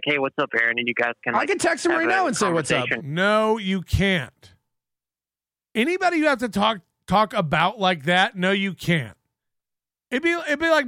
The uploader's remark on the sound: by a fan over the phone